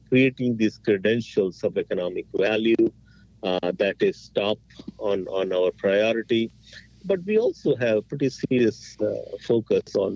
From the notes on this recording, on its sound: So, we hopped on the phone